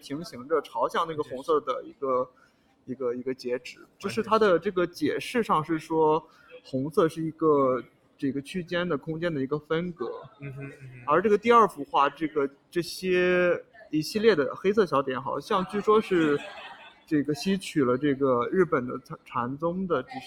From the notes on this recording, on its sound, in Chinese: 我们从巴黎蓬皮杜中心的现场，和大家轻松畅谈所见所想